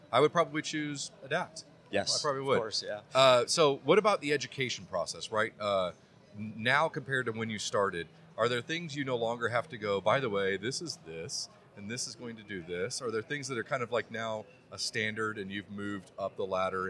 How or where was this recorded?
busy venue